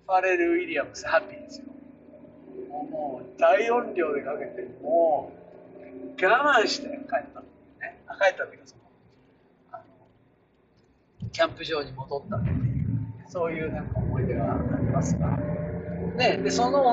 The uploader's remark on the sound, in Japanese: 車を運転しながら